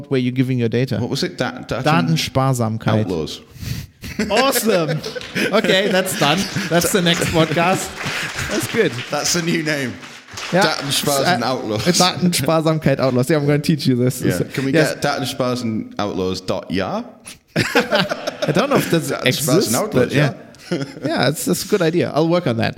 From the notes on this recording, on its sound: Live show recorded at OggCamp 19 in Manchester on Sunday, 20 October 2019.